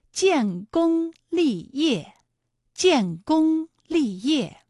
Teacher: 建功二字呢，一个是有前鼻韵母烟，一个是有后鼻韵母翁